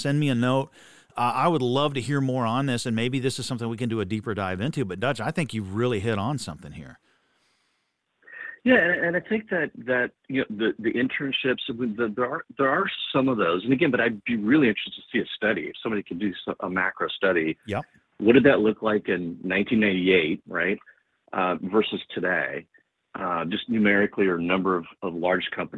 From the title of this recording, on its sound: Call-In Special